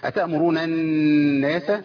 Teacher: نون مشددة بتغلي بمقدار حركتين